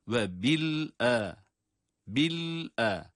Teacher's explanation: Lam cezim ile sonra da hemzeyi ayrıca okuyoruz.